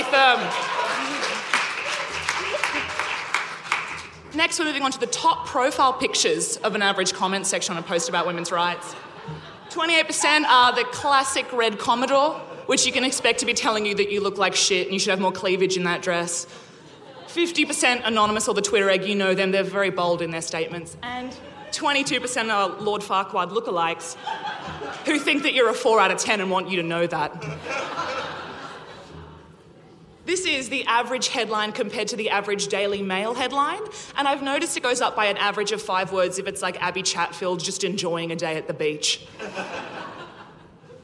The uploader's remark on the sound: LIVE AT THE WOMEN IN MEDIA CONFERENCE